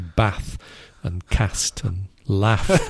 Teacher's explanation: ah sound is an elongated vowel sound